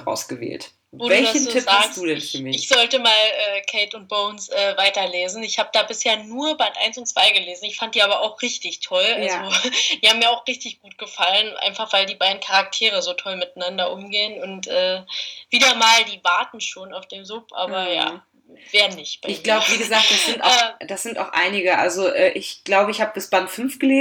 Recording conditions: poor sound quality